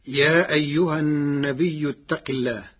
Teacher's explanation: قرأ ورش كلمة النبي بالهمز بعد الياء الساكنة فتصير مدا متصلا يمد قدر 6 حركات